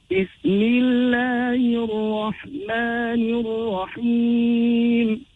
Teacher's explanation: Similarly, with the next dara that follows the lamb of Al, we penetrate it, the sound of the lamb falls away, and we read with shadda, emphasis on the ra